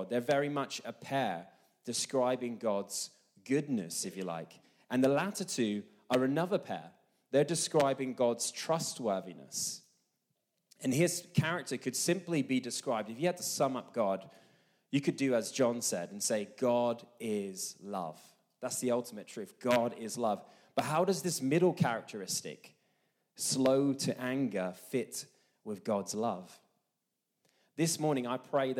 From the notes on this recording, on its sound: This message was recorded live at our Malmö Gathering on Sunday, May 14th, 2023.